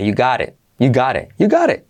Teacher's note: T como R suave. Y la última T casi no se dice.